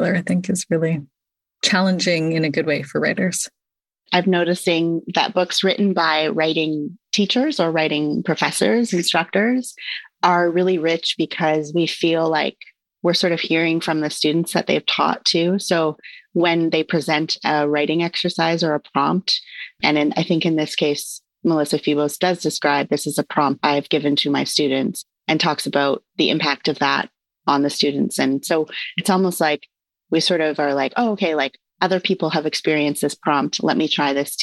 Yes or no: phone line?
no